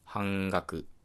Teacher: 言うと、それぞれんっていうのは違う音声になります。より具体的に言うとですね、んっていう音を作り出している口の中の部分っていうのが異なります。半端っていうのは唇を使っていて、半定っていうのは歯茎の部分を使っていて、えー、最後何でしたっけ半額か。半額っていうのは、まあ、上顎の奥の方を使っていると